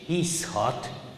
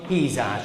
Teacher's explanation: a híz az egyáltalán nem mindig z-re végződik, hanem néha s-re végződik. · Shown in: first take